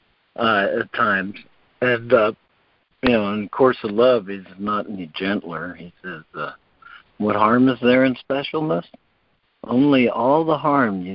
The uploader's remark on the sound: ACIM Daily Conference Call